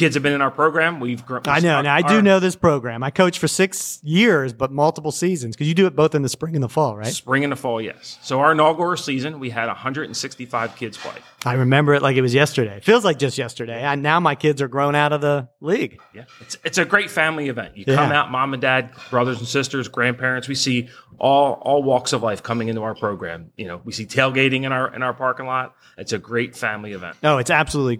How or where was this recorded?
busy venue